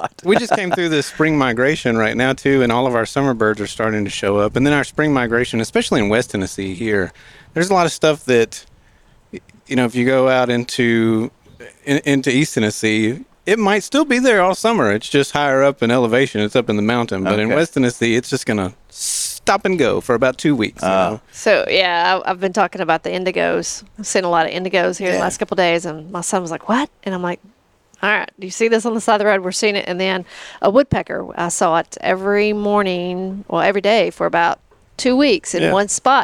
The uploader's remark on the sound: As we continue our series of episodes from the Discovery Park of America. We are excited to be outside on the grounds of Discovery Park. Listening for some birds and playing a few songs on the porch.